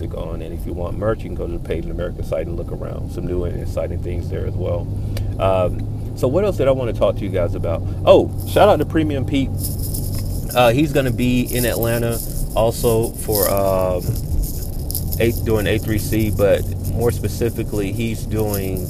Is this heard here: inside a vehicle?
yes